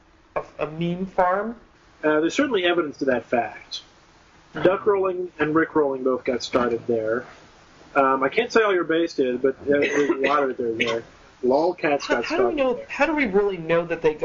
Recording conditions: poor sound quality